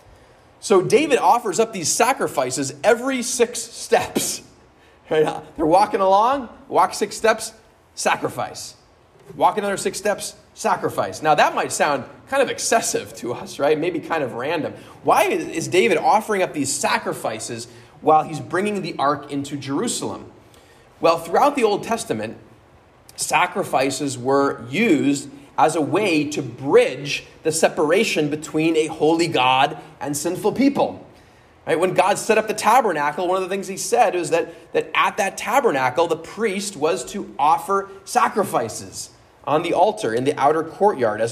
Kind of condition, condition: setting, large echoing room